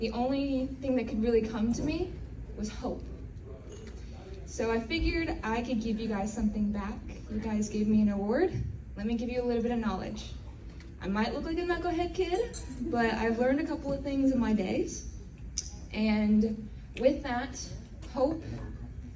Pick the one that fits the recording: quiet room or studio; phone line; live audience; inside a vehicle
live audience